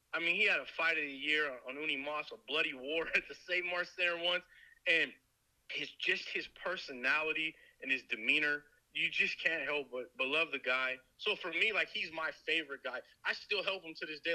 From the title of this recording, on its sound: on the phone with The Fighter's Voice